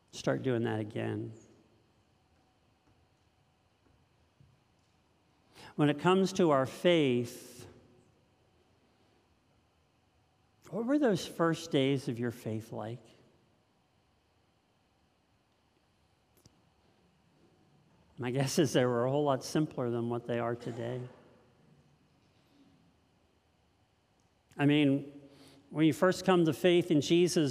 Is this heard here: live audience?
yes